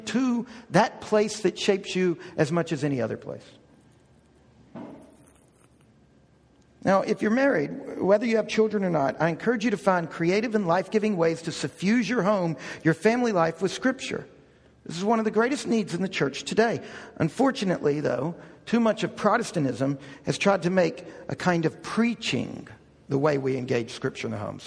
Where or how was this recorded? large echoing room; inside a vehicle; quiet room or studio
large echoing room